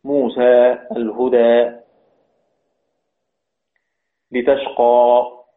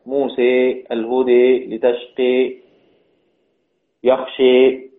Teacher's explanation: هذا الفتح يقصد الذي ضده الإمالة، فتح الفم بحرف الألف موسى الهدى لتشقى، غير ضدها الإمالة موسى الهدى لتشقي يخشي، هذه الإمالة.